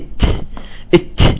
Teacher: الحرف التاء نقول إت، نهمسها نقول إت إت، نخرج هيك نفس بسيط حتى نخرج هذه الشدة · Term: الهمس